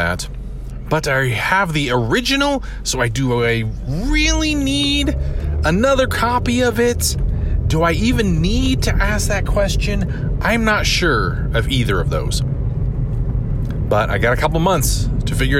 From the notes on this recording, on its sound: It’s a noisy, driving in my car episode